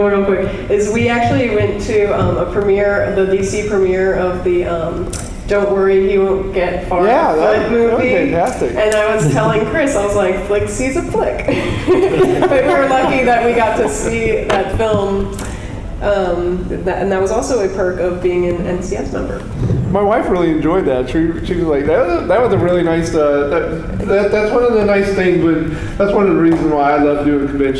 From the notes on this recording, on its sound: the audio we recorded during the CARTOONISTS DRAW BLOOD panel from Sunday, September 30 at Baltimore Comic-Con 2018